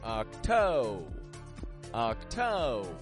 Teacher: The syllable stress, rising your tone in the toe part. And then we drop it flat on the ending with a B E R.